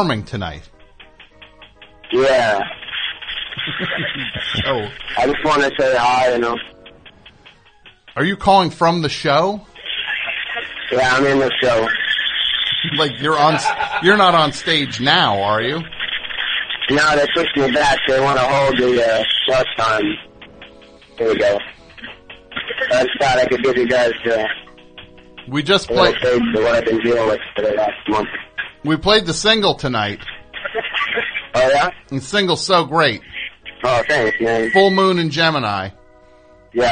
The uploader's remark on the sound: Completely unscreened phone calls moving at a rapid fire pace!